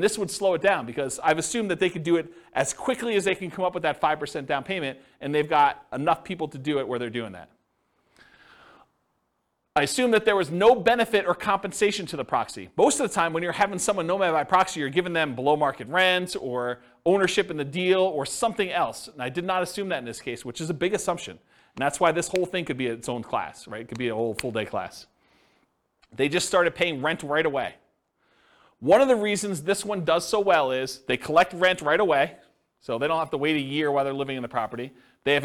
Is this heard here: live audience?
yes